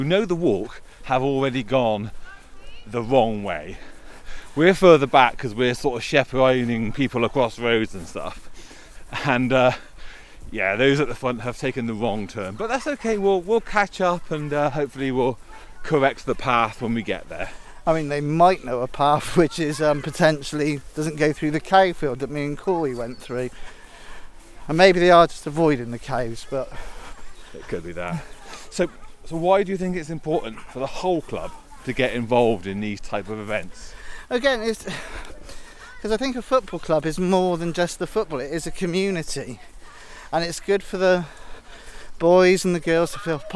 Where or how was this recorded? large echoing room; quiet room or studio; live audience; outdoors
outdoors